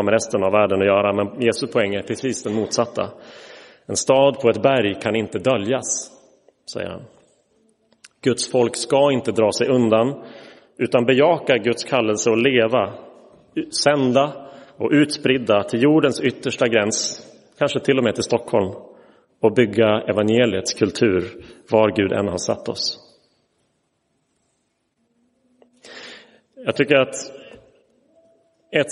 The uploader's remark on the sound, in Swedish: Inspelad i Roseniuskyrkan den 29 oktober 2023.